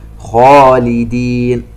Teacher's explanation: نلاحظ تفخيم الخاء، وهذا التفخيم من أعلى مراتب التفخيم، إذ أن حرف الاستعلاء الخاء مفتوح وبعده ألف